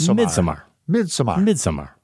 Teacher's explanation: Just a little bit of emphasis is needed on the first syllable, Midsommar, and it's perfect. Okay. So it's not Midsommar, but it's Midsommar.